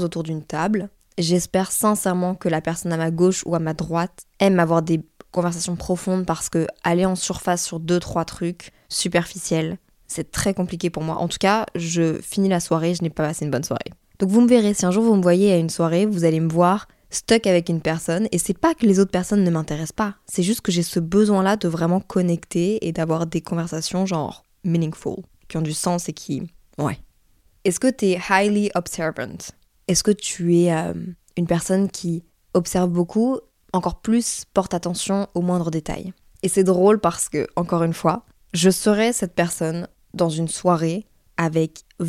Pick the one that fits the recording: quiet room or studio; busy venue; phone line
quiet room or studio